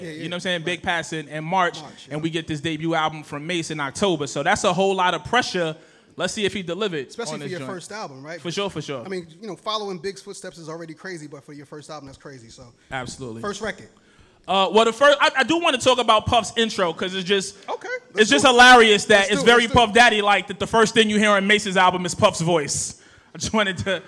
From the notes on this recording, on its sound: In front of a live studio audience in Harlem , NY. Special live episode.